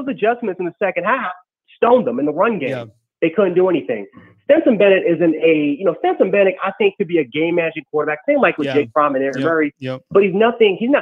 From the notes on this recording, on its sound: Takes your calls on the BamaInsider Call-in show.